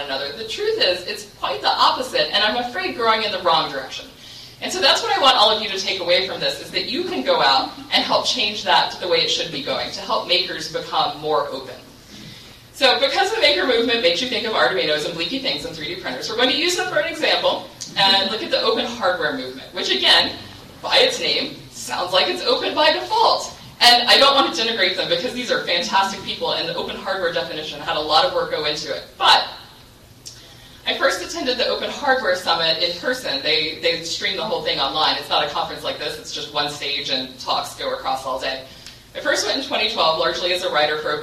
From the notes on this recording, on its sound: gave the next-to-last keynote at Ohio LinuxFest 2014 on 2014-10-25.